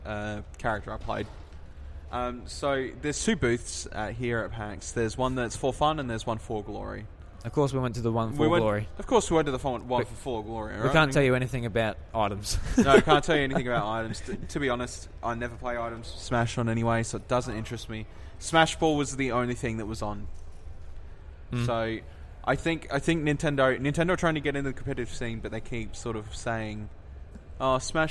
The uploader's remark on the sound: live from PAX sitting uncomfortably in a quiet corner in the foyer